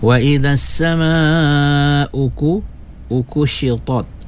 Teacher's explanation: to tebal ya, tot jangan tot jadi ta pula